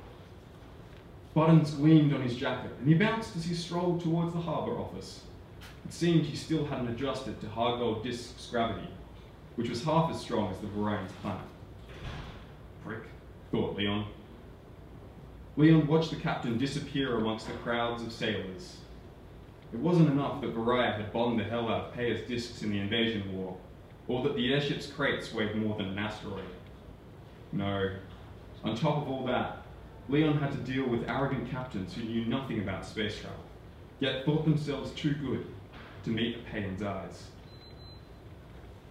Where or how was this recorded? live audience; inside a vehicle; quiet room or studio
live audience